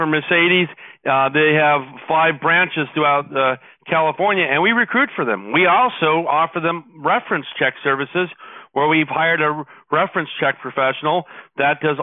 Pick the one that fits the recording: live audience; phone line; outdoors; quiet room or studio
phone line